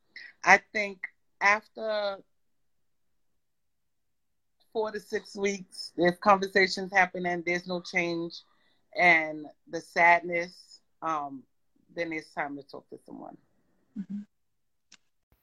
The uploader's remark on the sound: On an IG Live